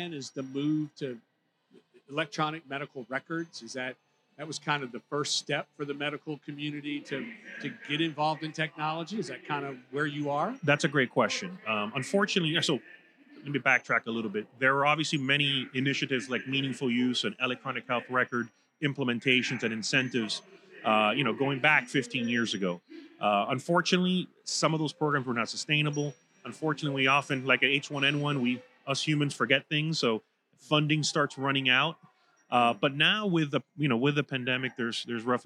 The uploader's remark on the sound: Recorded live at the 2023 Future of Florida Forum. Recorded live at the Florida Chamber's "Future of Florida Forum," from Hyatt Regency Grand Cypress Resort in Orlando near Florida’s Disney World.